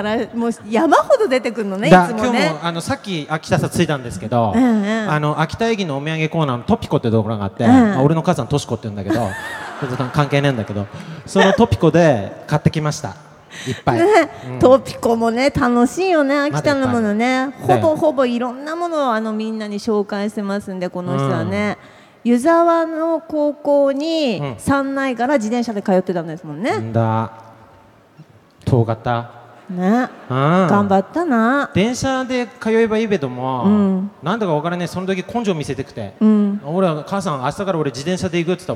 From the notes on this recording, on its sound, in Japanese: 会場ではスタッフを巻き込むハプニング？も…？イオンモール秋田にて行われた公開収録。